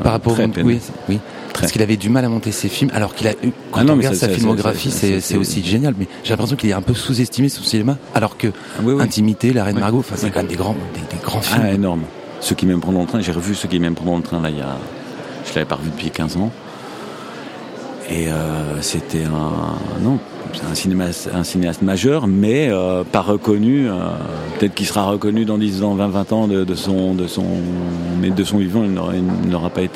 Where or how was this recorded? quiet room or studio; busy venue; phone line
busy venue